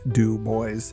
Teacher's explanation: the pronunciation of my name is Du Bois, with the accent on the last syllable